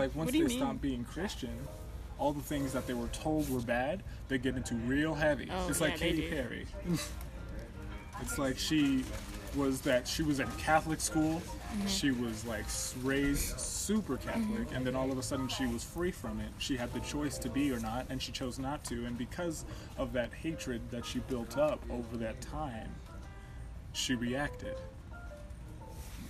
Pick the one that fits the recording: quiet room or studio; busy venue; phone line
busy venue